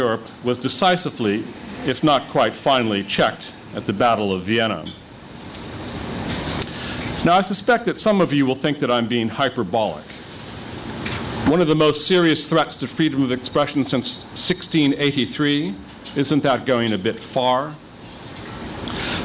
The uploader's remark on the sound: a conference held by The New Criterion and the Foundation for Defense of Democracies